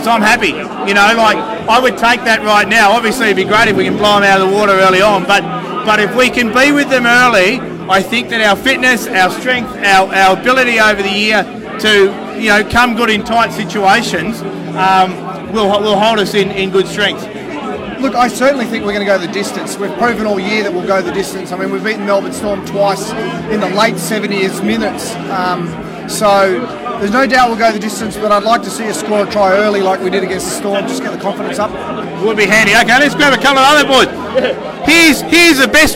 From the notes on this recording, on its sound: Soak up the atmosphere at The Duxton, where Canberra Raiders fans gathered before the short trek to Canberra Stadium for the match.